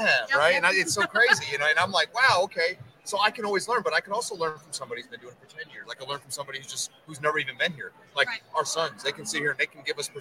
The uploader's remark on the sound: while at the 2023 NIADA Accelerate Conference